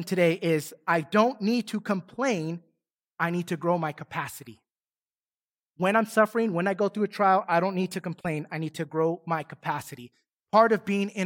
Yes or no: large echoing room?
yes